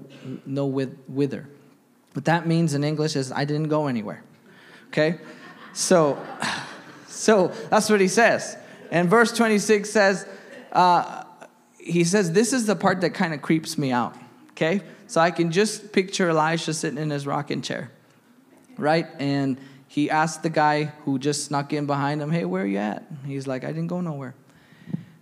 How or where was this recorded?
large echoing room